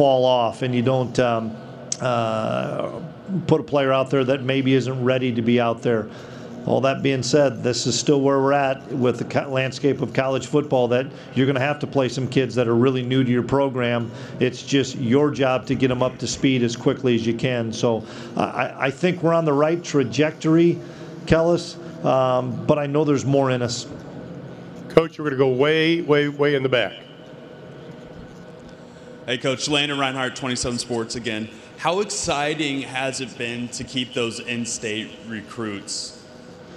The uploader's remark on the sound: press conference from Big 12 Media Days